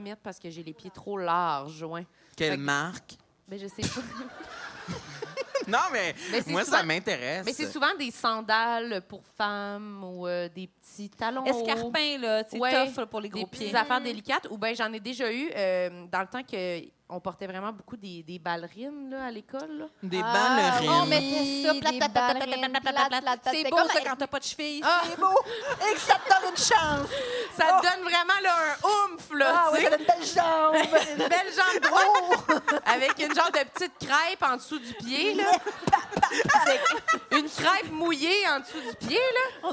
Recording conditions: live audience